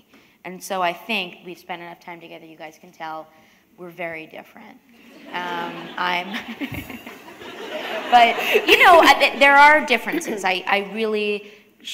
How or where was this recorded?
live audience